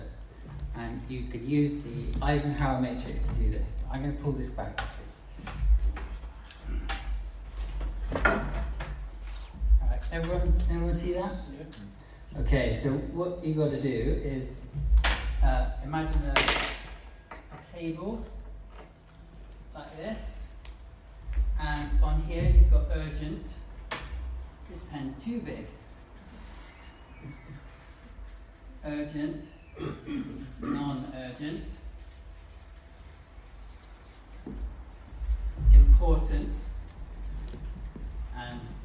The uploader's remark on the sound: Live meeting 27 12 2020.